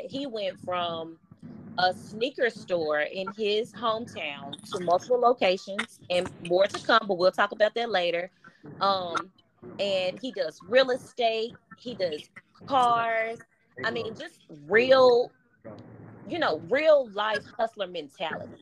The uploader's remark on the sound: you will hear him working in the background of us recording this episode